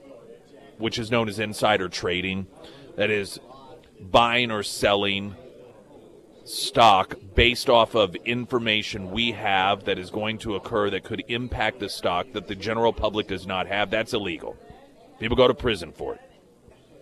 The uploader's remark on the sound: live at Scramblers Diner for the Friday Road Show